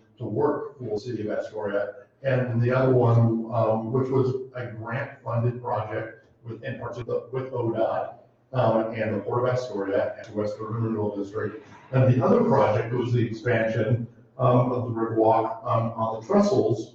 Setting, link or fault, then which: setting, live audience